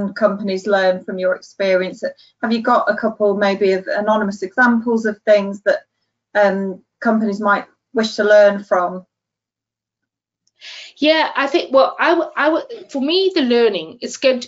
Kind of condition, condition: link, video call